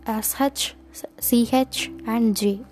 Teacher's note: The front of the tongue is raised in the direction of the hard palate.